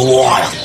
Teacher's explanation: So he's really nailed that I diphthong, and, and it, it really does sound broad.